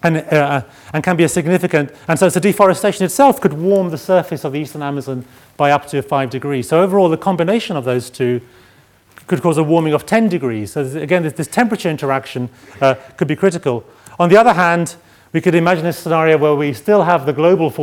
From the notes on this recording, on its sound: Keynote address from the fourth session (Ecosystems and ecosystem service) of the 4 Degrees international climate conference.